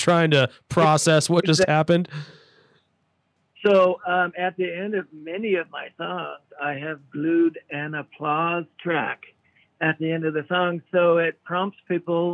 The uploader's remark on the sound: chatted with us on the phone